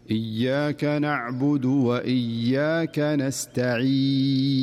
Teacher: لاحظ الياء فيها غنة زائدة، والصحيح أنها صافية ولا يوجد فيها غنة أبدا حرف الياء، تقرأ بهذه الطريقة الصحيحة: إياك نعبد وإياك نستعين.